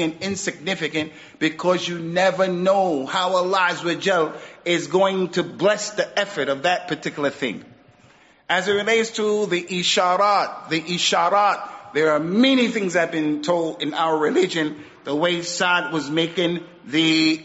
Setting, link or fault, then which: setting, large echoing room